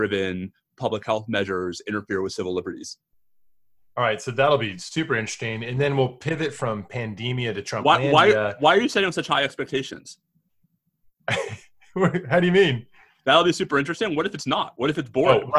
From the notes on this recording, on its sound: We are "live" from Penn Law today! Thanks to the Penn Law National Security Society, not to mention the magic of Zoom, we recorded today with a virtual audience.